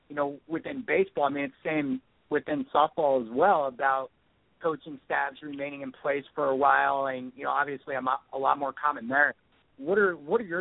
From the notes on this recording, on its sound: Opens the phones for the fans of National Pro Fastpitch.